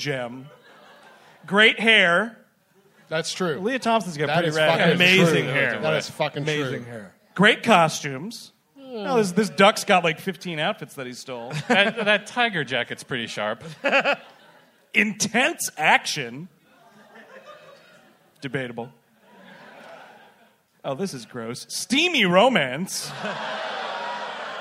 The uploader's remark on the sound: Live! at the Bell House. We're releasing last month's sold-out show from Brooklyn.